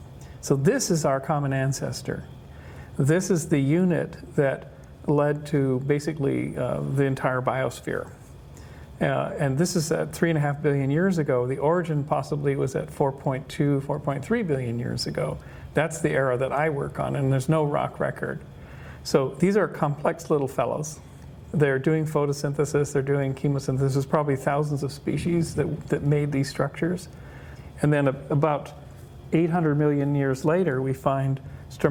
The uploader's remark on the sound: Talks from the June 2017 Science of Consciousness Conference in La Jolla, California. Consciousness Central (recording and cover photo).